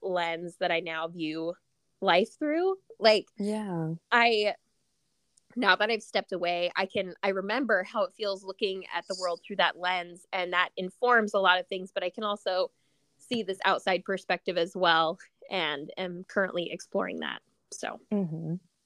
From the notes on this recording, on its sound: We didn't have the greatest connection during this interview due to limited service. My apologies for the glitches with the audio!